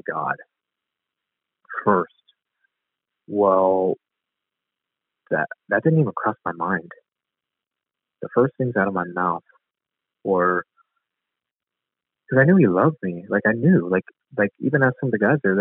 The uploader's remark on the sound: Location: Phone Interview